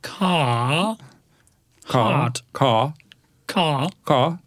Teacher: the inaudible R in the words such as car and heart